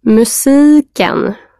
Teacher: the S in Swedish is a voiceless S and not voiced like it is in English. In fact, there is no voiced S in Swedish at all.